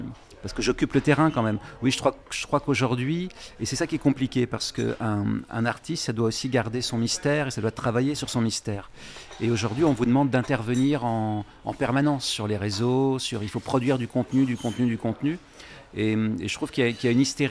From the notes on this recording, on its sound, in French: Enregistré au bar Le Rouquet 188 Boulevard Saint Germain à Paris (7e).